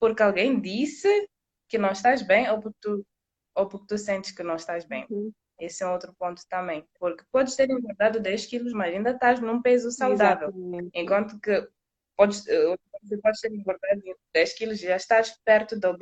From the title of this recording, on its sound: LiveInstagram